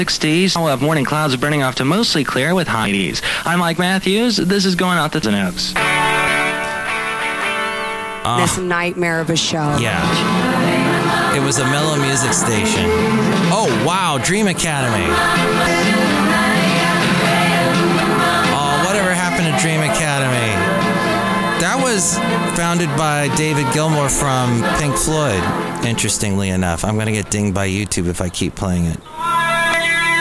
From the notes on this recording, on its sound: podcasts live from Café Anyway